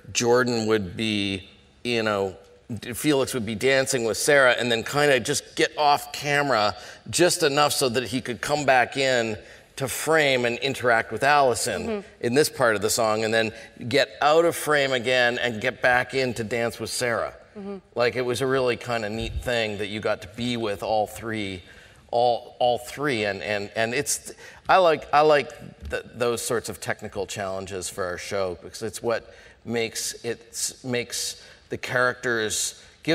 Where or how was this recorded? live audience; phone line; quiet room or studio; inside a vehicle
live audience